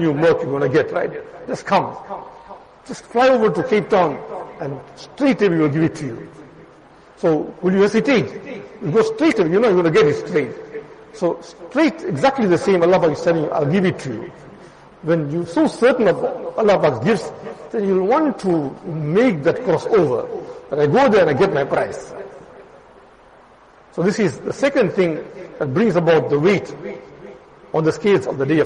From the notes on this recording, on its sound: Jumuah lecture at Madressah Taleemuddeen